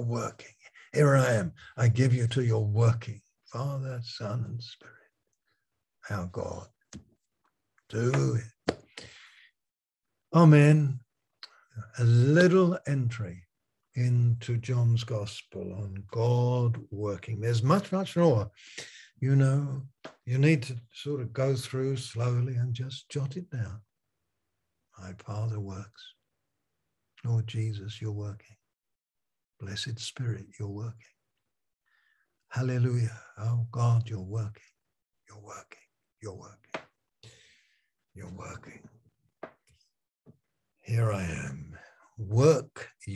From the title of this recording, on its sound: Malaysia Meets (Zoom)